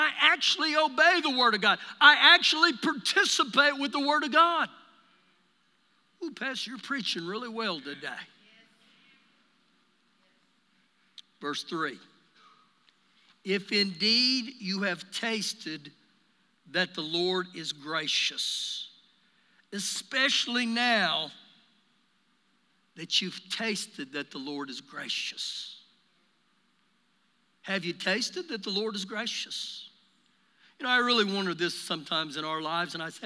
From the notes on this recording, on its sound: Recorded live during our Sunday morning service